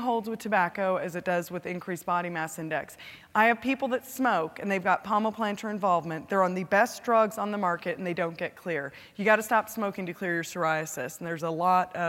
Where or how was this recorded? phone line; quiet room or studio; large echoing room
large echoing room